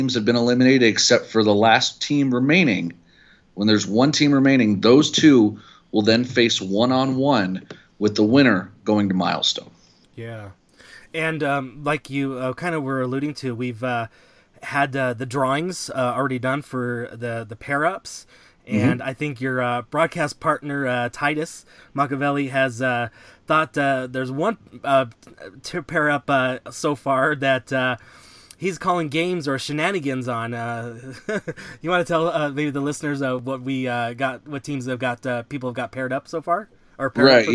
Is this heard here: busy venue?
no